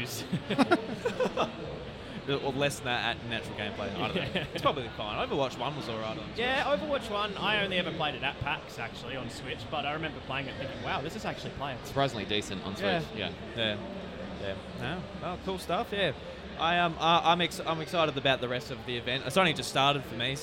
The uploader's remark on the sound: PAX Australia 2022 returned for the first time since 2019 and of course we carried on the annual Audio-Technica booth recording at the convention!